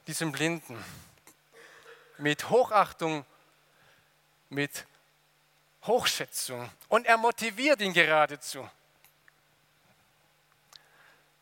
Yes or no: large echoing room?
yes